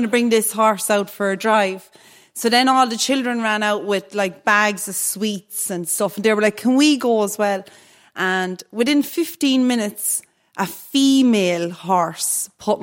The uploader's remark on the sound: Recorded live from The Oak Room of the Mansion House, as part of our celebrations for International Women’s Day. For this live recording, we teamed up with The National Women’s Council.